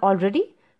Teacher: So there's a rise in your voice, right? Because the yes or no question is indicated by that rise in your voice. Because there is no WH word there. · Term: rising tone